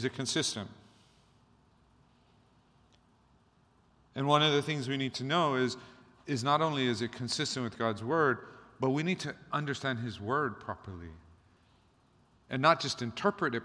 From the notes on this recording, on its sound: Recorded on October 15, 2023 at Waialae Baptist Church.